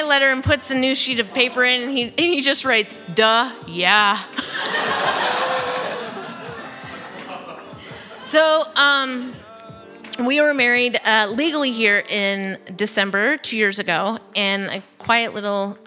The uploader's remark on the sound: from a Raconteur event recorded at Leon Gallery on November 3rd.